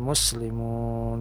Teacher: mestinya kan huruf sin itu lebih berdesis sedikit daripada huruf ta